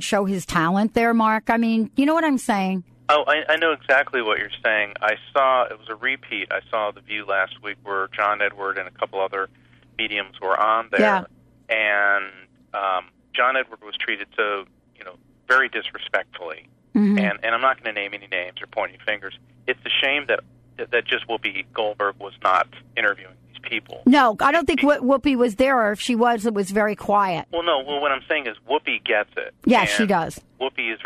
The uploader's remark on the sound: takes calls from listeners